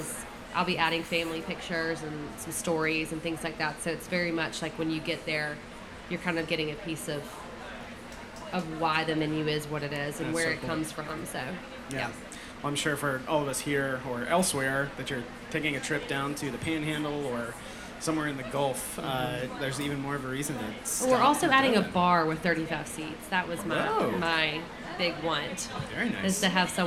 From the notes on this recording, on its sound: Sat down for a LIVE episode of the podcast in front of the brunch’s guests, which is what you’ll hear for this episode. You’ll get to catch some of the Q&A from the crowd as well.